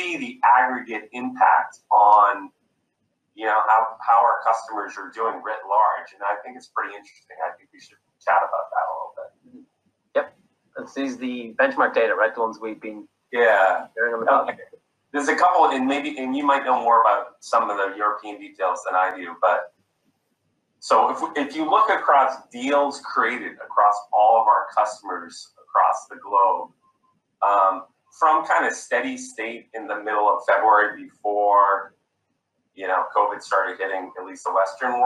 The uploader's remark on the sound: a virtual fireside chat